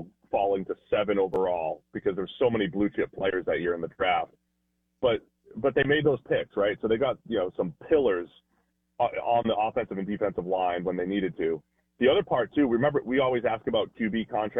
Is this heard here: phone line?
yes